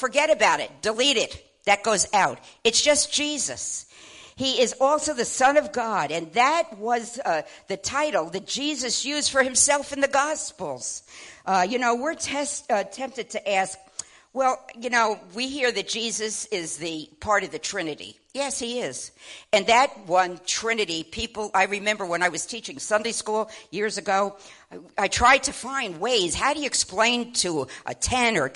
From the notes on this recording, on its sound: WELCOME TO OUR LIVE SERVICE. At Family Worship Center in Athens Tennessee.